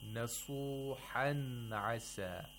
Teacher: You pronounce the noon completely, and then you pronounce the letter of the throat that is after the tanween